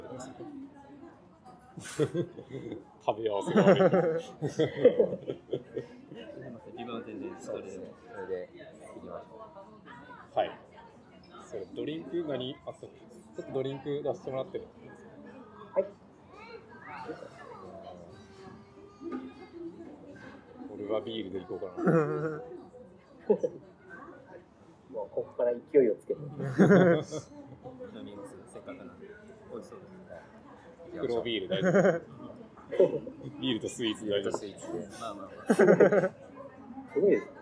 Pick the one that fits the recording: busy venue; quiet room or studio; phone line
busy venue